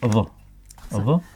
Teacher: طيب حرف الظاء، حرف الظاء هو حرف قوي له مميزاته التي تميزه عن باقي حروف اللغة العربية، فهو مجهور ورخو ومن الأصوات الاحتكاكية ومفخم بشكل جيد